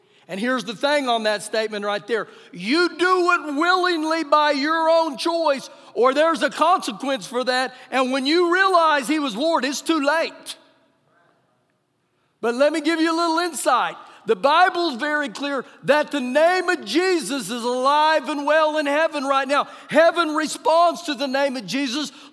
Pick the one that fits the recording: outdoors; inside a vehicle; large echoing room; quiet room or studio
large echoing room